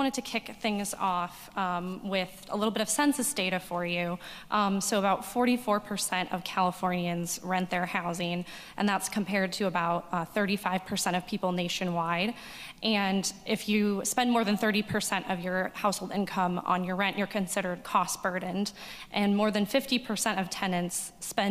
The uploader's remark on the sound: This Special Episode was recorded Thursday, March 9, 2023 at Capitol Weekly's Conference on Housing, which was held live in Sacramento at the California Endowment Conference Center.